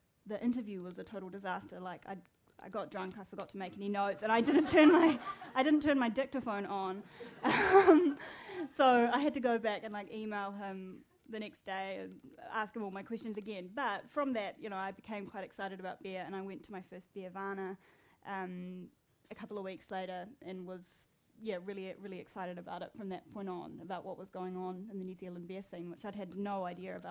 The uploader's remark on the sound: at the 2017 Marlborough Book Festival